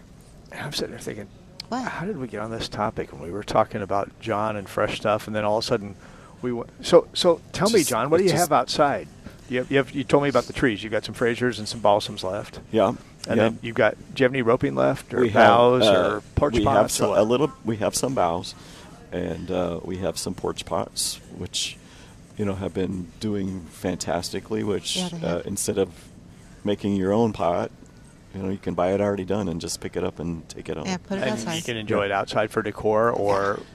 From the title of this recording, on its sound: Live at Prairie Gardens 12-8-18